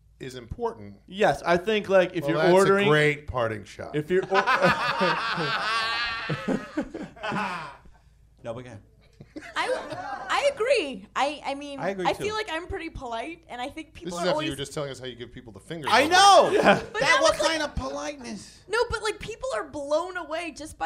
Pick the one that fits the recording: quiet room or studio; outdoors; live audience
live audience